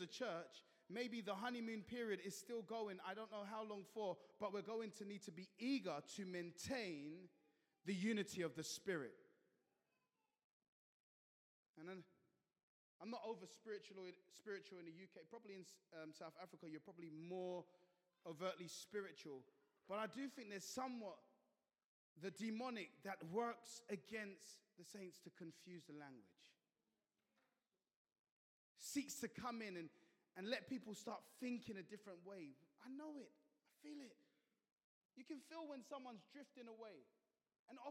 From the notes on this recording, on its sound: at Joshua Generation Church Milnerton congregation